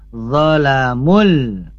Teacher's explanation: Alif lam qamariyah di sini jelas, maka harus dibaca lamnya itu lam sukun